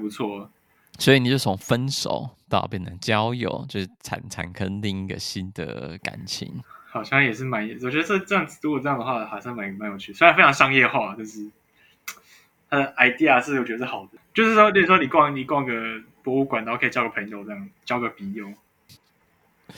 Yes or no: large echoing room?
no